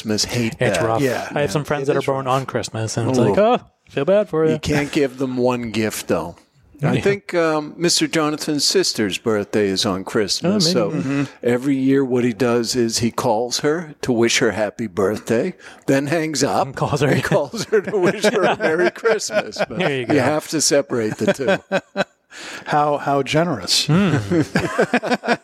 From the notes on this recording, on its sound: Broadcast live on location from Studio 21 Podcast Cafe high above Two Guys Smoke Shop in Salem, New Hampshire on the United Podcast Network.